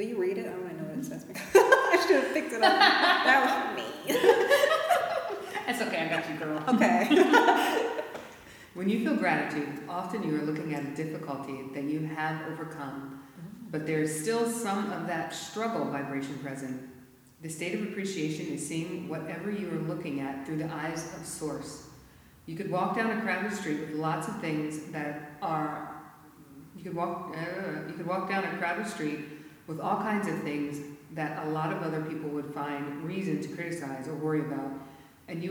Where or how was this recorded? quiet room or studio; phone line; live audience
live audience